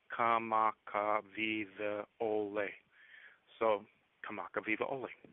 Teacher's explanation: in Hawaiian, they sometimes have vowels next to one another, but there is a glottal stop or break between those